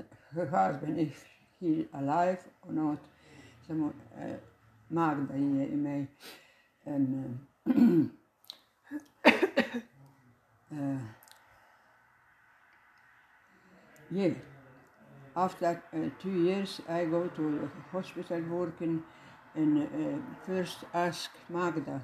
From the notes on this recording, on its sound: As well, some audio may not be clear, as other people were talking in the background as I recorded the episode.